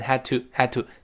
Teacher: 第一个 had 那个的失去爆破，另外 had 口型会变小一些